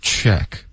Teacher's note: 开头的 ch 的音发的又像 t, OK,所以放松 check,注意要嘟嘴